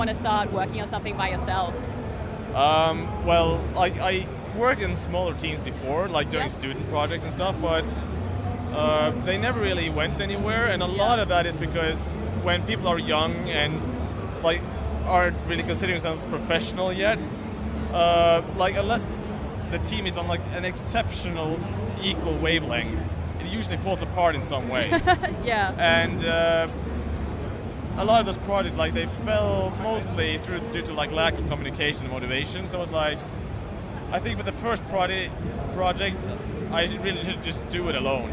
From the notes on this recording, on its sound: live from the show floor